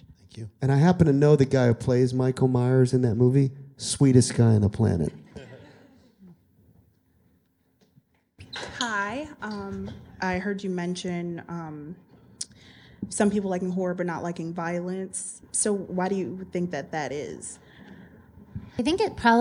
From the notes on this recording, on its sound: field questions aplenty from the sold out crowd at the MIT Museum